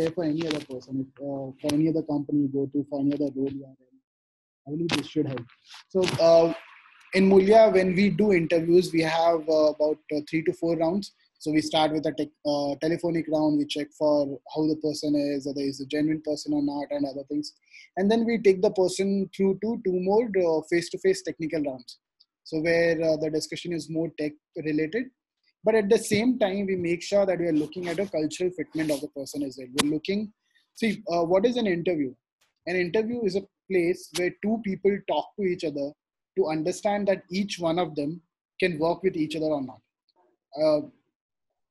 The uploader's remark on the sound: this audio segment from the webinar